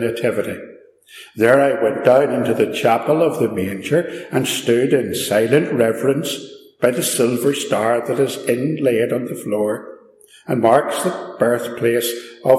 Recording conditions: echo